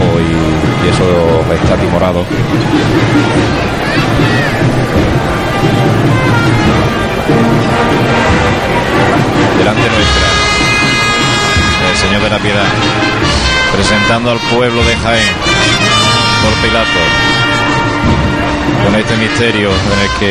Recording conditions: outdoors